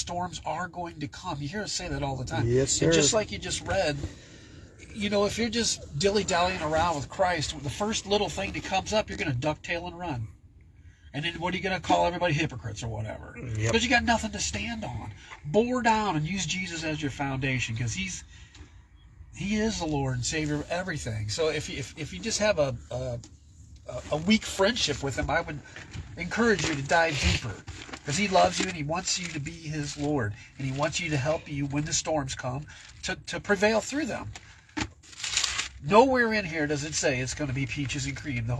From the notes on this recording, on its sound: Brown Bag In The Van!